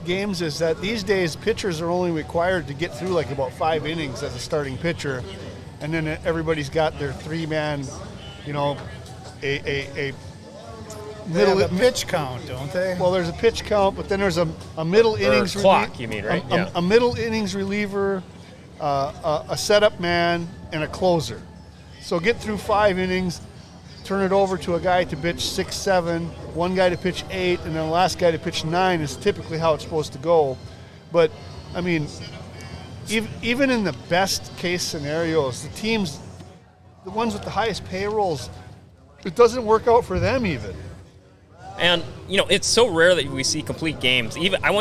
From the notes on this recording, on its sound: Forks Sports Highway is live from the Greater Grand Forks Fairgrounds!